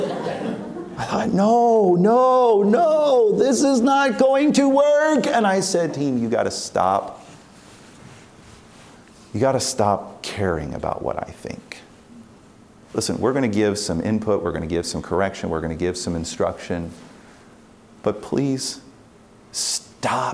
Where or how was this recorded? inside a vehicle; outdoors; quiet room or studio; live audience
live audience